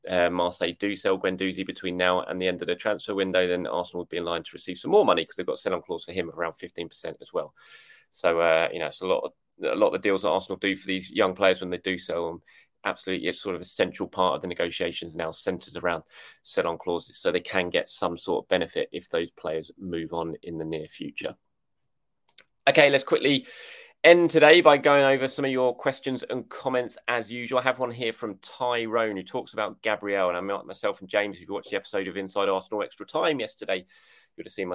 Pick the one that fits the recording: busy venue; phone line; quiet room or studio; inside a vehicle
quiet room or studio